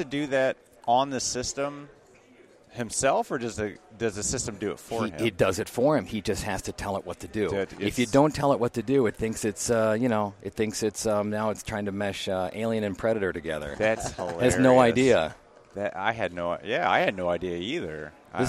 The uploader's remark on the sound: Living It Up From the Ivoclar Ballroom at Lab Day Chicago. They bring you three more conversations from the Ivoclar Ballroom at LMT Lab Day Chicago 2023.